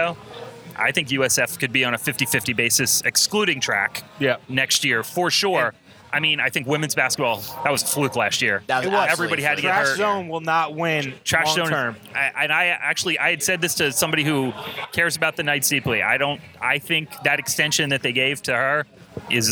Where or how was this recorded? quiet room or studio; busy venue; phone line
busy venue